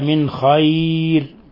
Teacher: من خير نون ساكنة مع حرف الخاء الحكم التجويدي إظهار حلقي لأن الخاء من حروف الحلق من الحروف أحد الحروف الستة الحلقية أخي هاك علما حازه غير